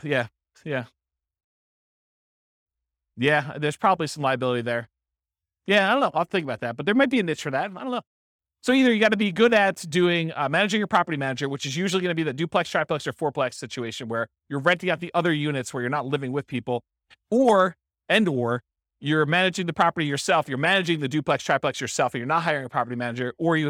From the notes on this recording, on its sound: This was a live class recorded